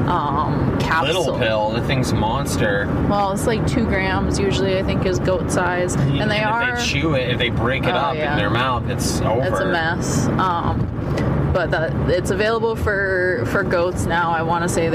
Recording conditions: inside a vehicle